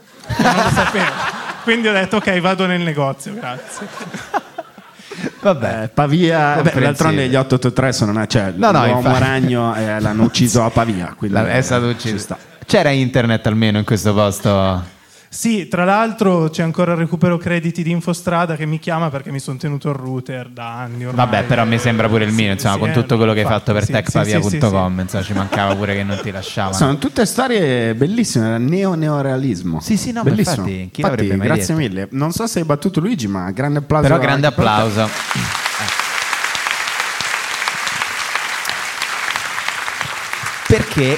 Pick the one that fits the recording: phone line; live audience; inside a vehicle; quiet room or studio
live audience